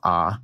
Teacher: So one thing that characterizes the Western vowel shift, and this is something that I do as somebody from New Mexico, the vowels in the words lot and thought for me are the same vowel. When I pronounce them, they're both ah. · Term: merger of lot and thought